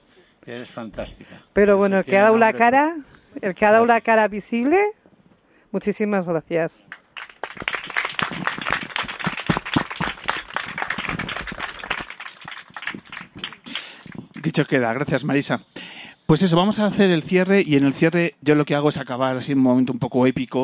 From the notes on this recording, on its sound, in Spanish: Segunda parte del programa Especial que hemos grabado en la azotea del Hospital Infantil 12 de Octubre de Madrid.